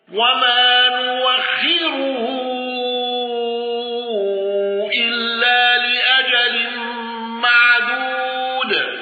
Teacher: الأزرق بالإشباع وإبدال الهمس وترقيق الراء المضمومة